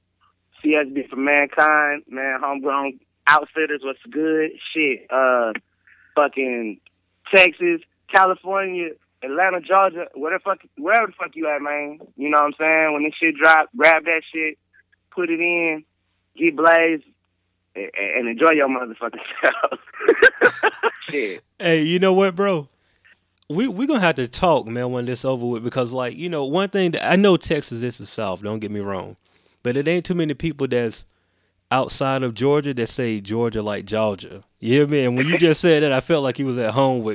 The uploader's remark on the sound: I was able to catch up with them via phone where the convo got quite interesting.